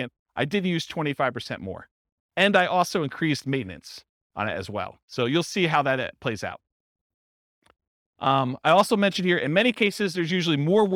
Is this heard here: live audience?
yes